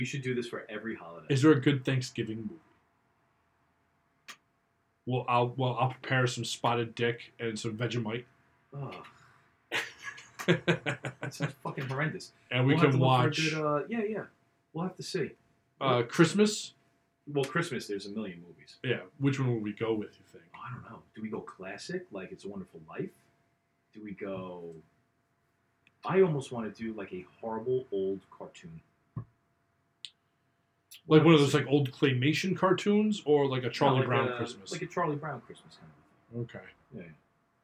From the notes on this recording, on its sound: Please forgive the audio quality. The show experienced technical difficulties.